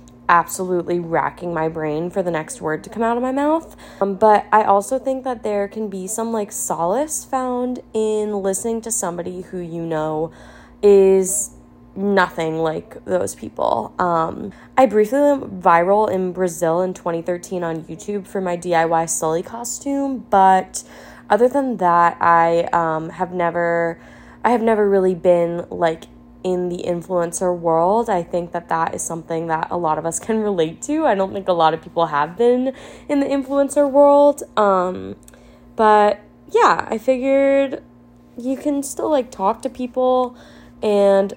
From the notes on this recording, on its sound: I decided to take a stab at rambling into my iPhone's mic and start a pod of my own.